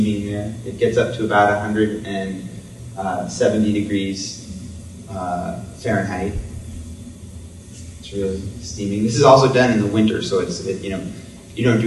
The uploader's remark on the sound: Public lecture. Coincides with exhibition.